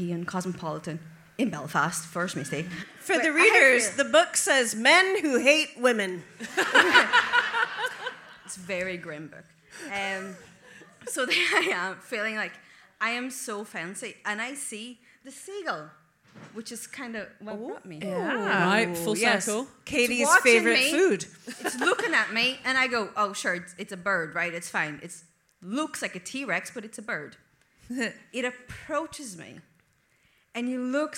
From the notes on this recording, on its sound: It's back to Belfast for this episode of DWSC when the well-oiled team did their second live show of the day for the city's Out to Lunch festival. Bringing the show to a close is a member of the audience.